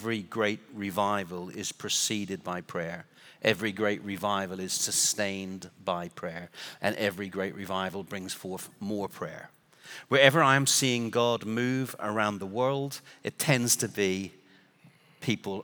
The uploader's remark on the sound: Recorded Live at Brookwood Church on 01.014.2024